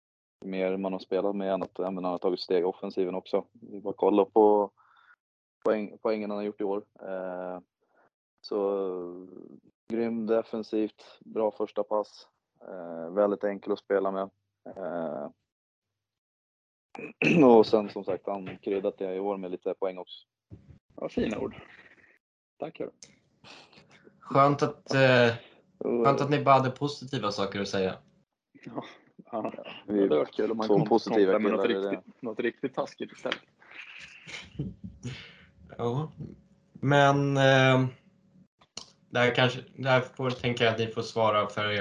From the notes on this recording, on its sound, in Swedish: Vi ber om ursäkt för dålig ljudkvalitet. Notera att detta spelades in efter bortamatchen i Nobelhallen.